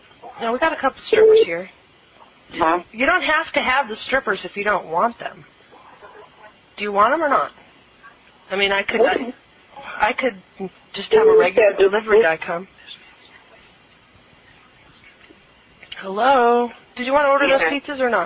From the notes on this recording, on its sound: …'s Personal Prank Phone Calls Collection.